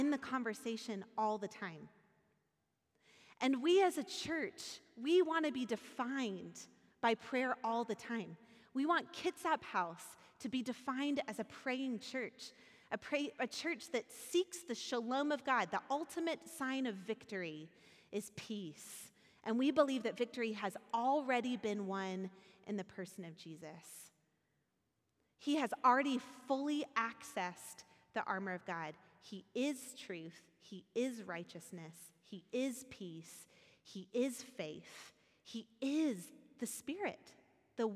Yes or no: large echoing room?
yes